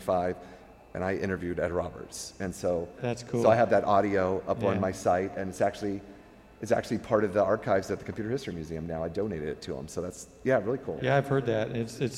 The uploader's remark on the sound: History of Personal Computing and Floppy Days performed a live recording of podcast at Vintage Computer Festival SouthEast 3.0 outside of Atlanta, GA.